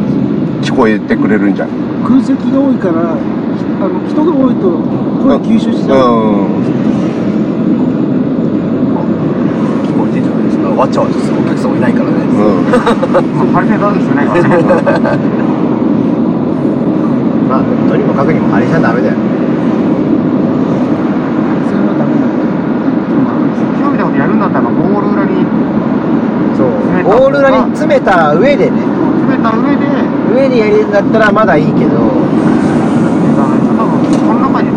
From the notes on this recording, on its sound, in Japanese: 2022-23シーズンのWEリーグ最終戦を見に行った帰りに車内で緊急収録(笑)。音声聞きづらい所はご容赦を！